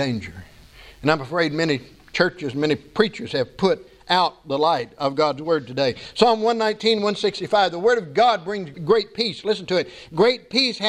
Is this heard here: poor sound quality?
no